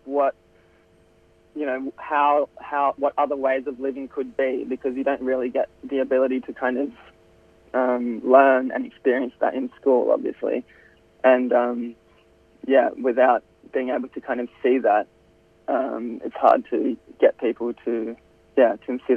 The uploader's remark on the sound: We will also be having a phone conversation with the founder of the Trasharama A-Go-Go Australian Short Film Festival.